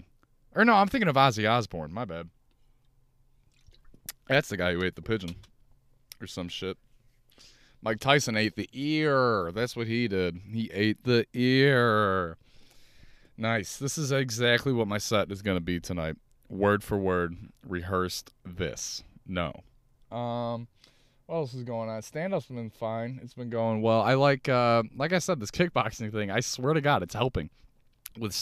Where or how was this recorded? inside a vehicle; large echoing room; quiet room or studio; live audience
inside a vehicle